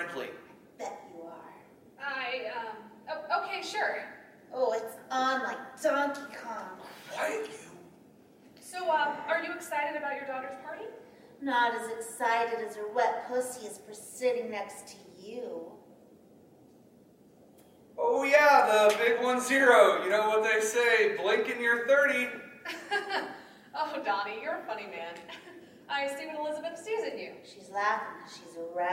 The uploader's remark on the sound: In our first ever live show. LIVE from BransonCon 2019. Our first experience in recording a live podcast episode came with some learning challenges and curveballs: sound equipment left much to be desired. Branson, Missouri.